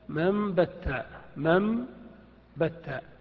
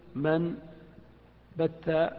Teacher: لقلب النون ميما وهي مفصولة عن الباء · Shown in: first take